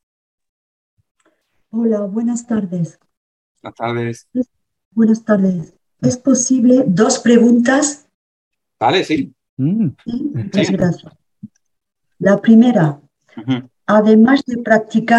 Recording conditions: video call